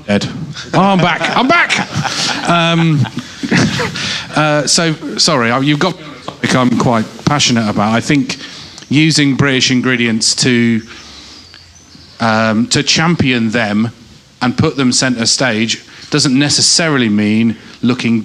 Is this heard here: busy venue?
yes